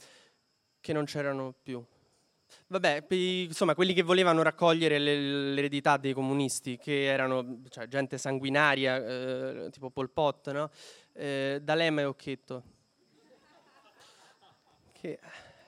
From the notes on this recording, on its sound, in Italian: Registrato dal vivo alla libreria Zalib di Roma.